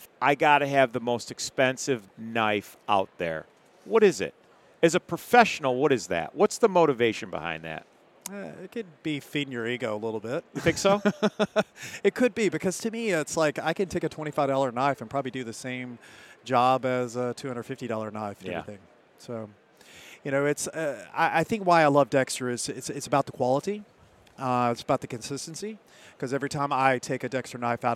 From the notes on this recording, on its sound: This episode was recorded during the National Restaurant Show in Chicago.